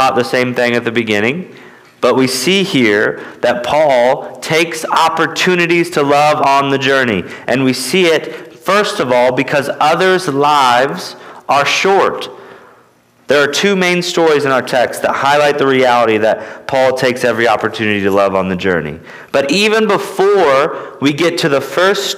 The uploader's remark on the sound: at Immanuel Baptist Church in Newton, KS